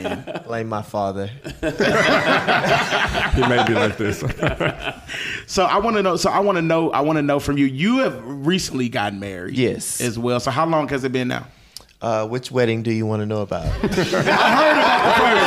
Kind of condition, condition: setting, live audience